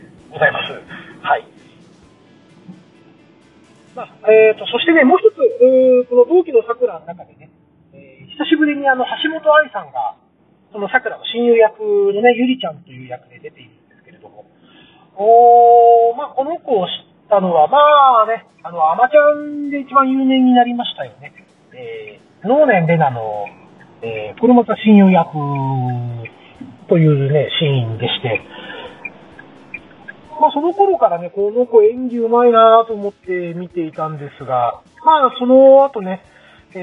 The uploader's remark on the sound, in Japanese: 今回は、車の中から収録した分を配信致しました。走行音もそうですが、マイク付イヤホンでの声がかなり聞き取りにくいかもしれません・・・。